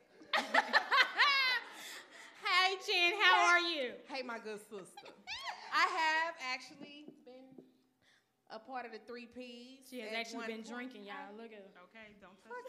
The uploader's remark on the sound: Thank you to everyone who came out to support. Sucks for you if you missed the show unfold live, the audio is next best thing!